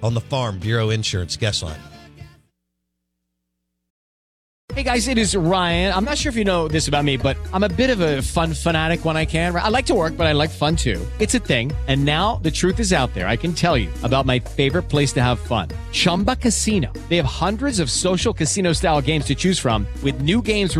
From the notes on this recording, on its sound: Live in the BankPlus Studio. Joins the show on Farm Bureau guest line.